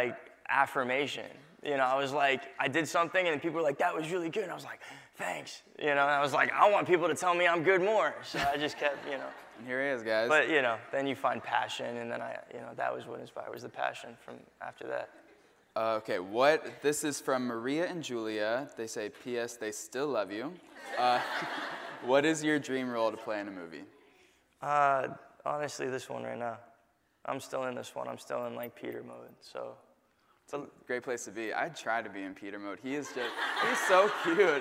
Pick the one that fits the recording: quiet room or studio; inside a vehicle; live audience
live audience